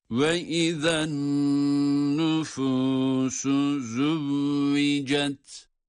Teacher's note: nun harfi şeddeli okunduğu için burada nunu tutuyoruz